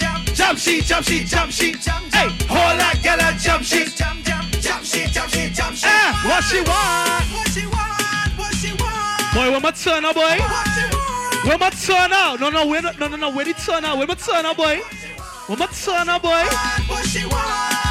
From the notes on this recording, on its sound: Live at Carnival Tuesdays - Privé in Brooklyn. Live at Carnival Tuesdays - Privé in Brooklyn.